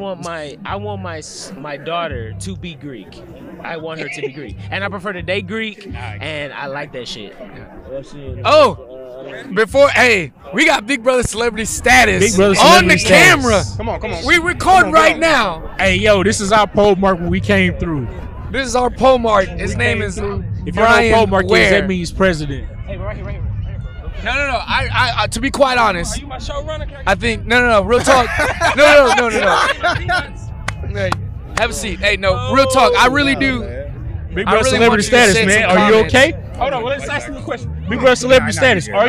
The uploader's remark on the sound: On this episode we recorded the podcast at the Texas State University Homecoming tailgate.